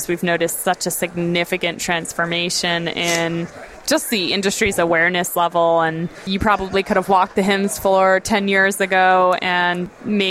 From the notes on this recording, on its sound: The episodes were broadcast live in Experian Health’s booth (#3503) at the The HIMSS17 Annual Conference and Exhibition. The episodes were broadcast live in Experian Health’s booth (#3503) at the The HIMSS17 Annual Conference and Exhibition. The interviews were recorded and published to the media player on this page .